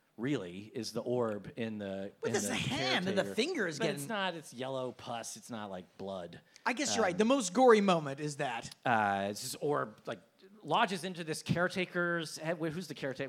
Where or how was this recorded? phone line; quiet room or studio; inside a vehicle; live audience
live audience